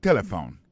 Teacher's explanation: On a remarqué que l'accent tonique l'a tombé sous premier syllabe là.